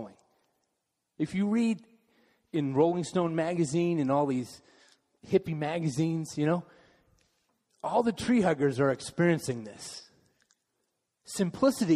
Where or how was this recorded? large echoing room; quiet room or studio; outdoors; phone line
large echoing room